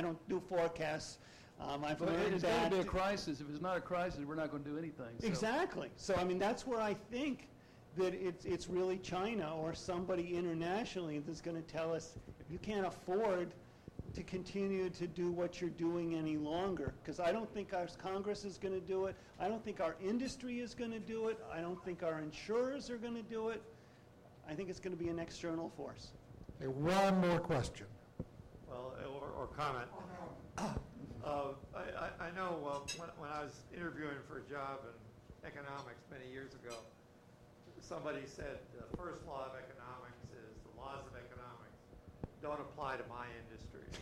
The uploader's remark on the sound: GBF 2010 - Opening Dinner/Keynote.